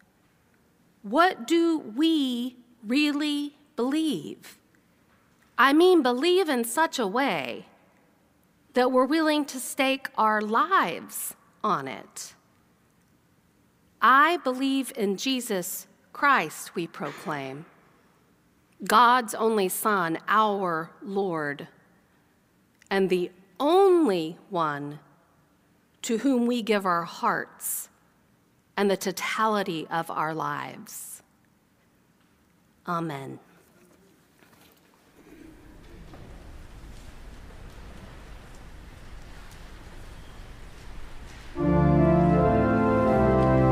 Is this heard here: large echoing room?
yes